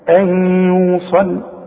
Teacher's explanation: ادغام بغنة وكأن الياء عليها شدة شوف ان يوصل شوف ان واوعى تنسى الغنة بمقدار حركتين اوعى